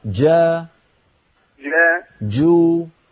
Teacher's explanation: عندما تقول جنات صوتها بدايتها محبوسة · Term: الجيم الفصيحة